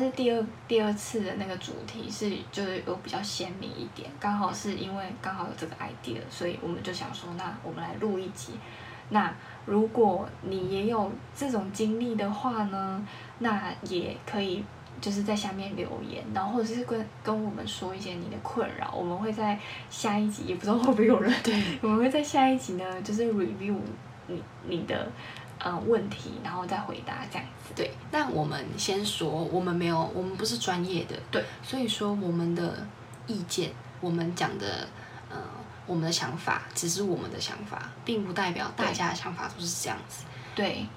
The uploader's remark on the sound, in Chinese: 這集聲音有點小聲